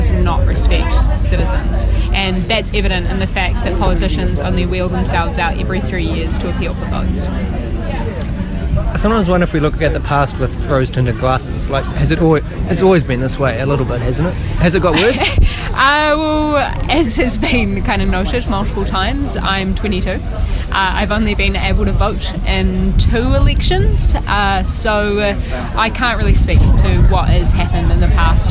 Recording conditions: background noise